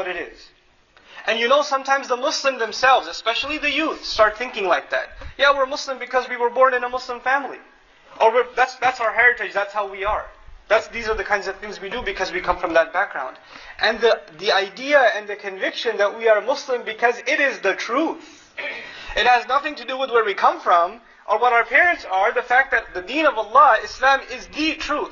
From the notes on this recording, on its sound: Khutbah courtesy of Qabeelat Wedad and Masjid Annur in Sacramento, CA. Khutbah delivered on September 18, 2009 in Sacramento.